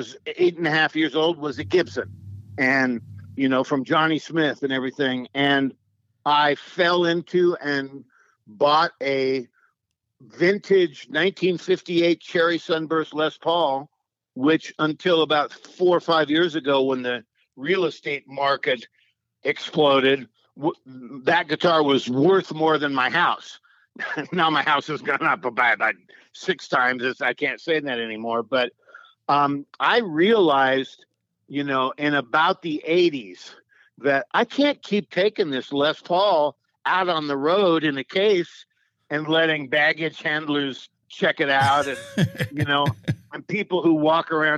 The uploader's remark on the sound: We hopped on the phone